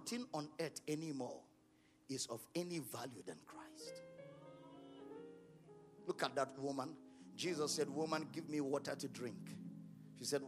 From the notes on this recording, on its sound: at the Love of God in Christ Church Conference